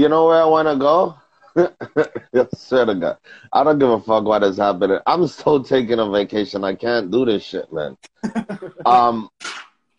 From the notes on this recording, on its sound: went live on Instagram